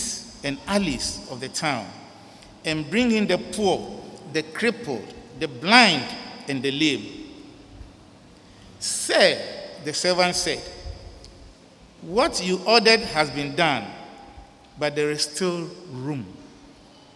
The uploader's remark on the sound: Sermon preached at CBC Shiashie Campus